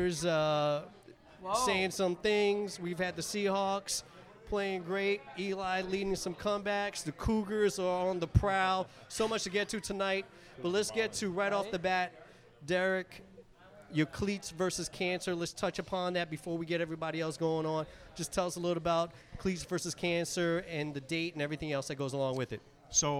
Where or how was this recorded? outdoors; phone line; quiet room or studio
outdoors